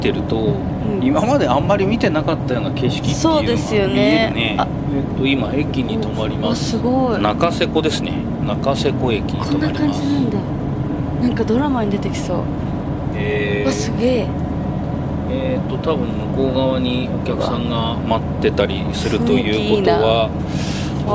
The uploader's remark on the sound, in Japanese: 実車収録 HC85系で紀伊長島まで行って来ました！